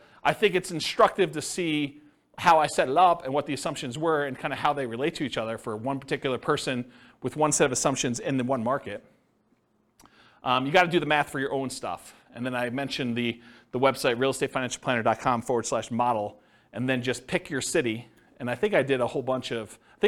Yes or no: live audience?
yes